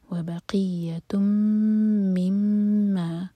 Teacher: دونوں میم پر شدہ ہے، دونوں میم پر 2 سیکنڈز کا ٹائم دیا جائے گا, سیکنڈ والا جو میم ہے اس کے ساتھ الف، دو